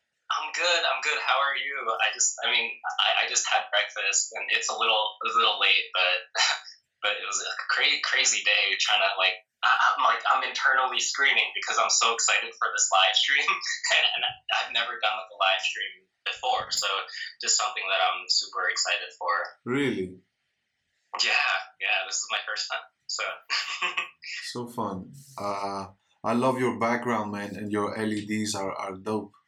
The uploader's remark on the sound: on an IG live